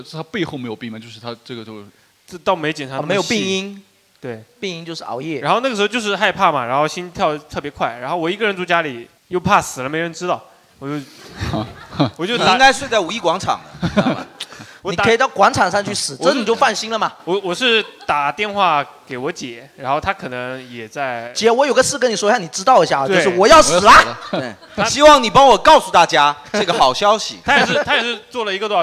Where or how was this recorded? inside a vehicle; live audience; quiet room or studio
live audience